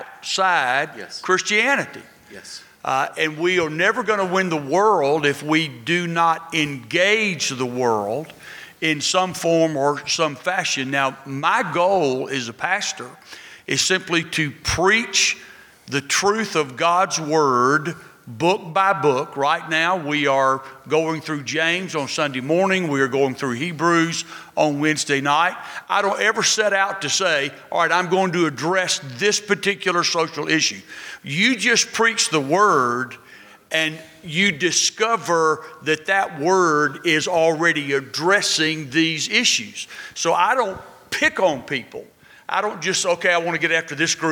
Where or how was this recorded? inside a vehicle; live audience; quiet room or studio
live audience